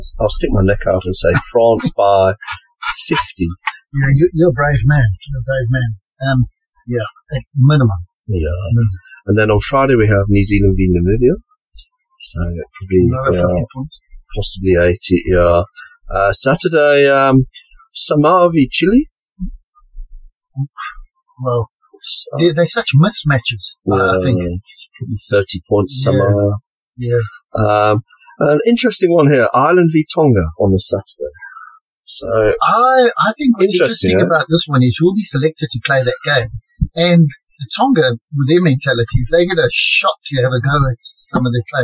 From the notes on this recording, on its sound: DISCLAIMER ALERT : POOR AUDIO QUALITY.